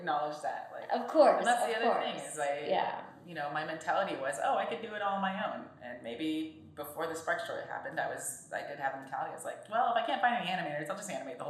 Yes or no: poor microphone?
yes